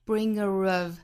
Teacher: 会带出小小的 r 的发音，这属于元音和元音连读的情况